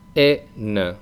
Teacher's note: en el femenino no hay ninguna nasal, es como una e española más una n